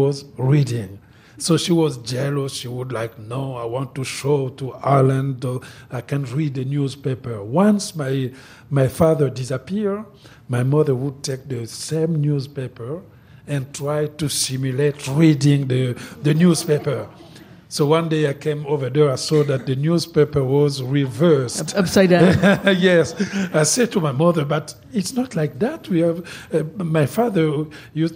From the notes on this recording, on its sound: onstage at the Vancouver Writers Festival in 2016.